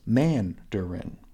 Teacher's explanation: Mandarin, with emphasis on the first syllable